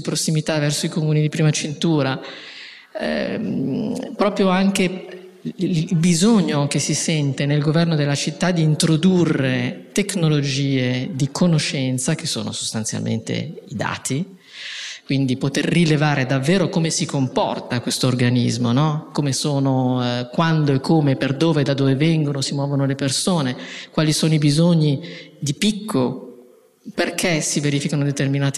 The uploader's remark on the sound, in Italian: In questa puntata live registrata il 26 ottobre 2023 durante Future4Cities, il festival delle città che cambiano.